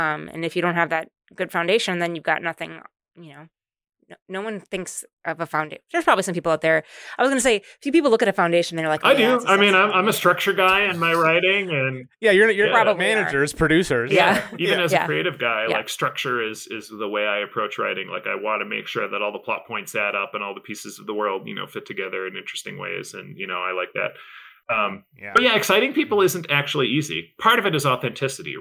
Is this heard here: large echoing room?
no